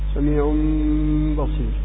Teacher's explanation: تنقلب النون نون التنوين إلى ميم وتخفى الميم عند تخفى الميم عند الباء، سميع بصير. · Term: ميم مخفاة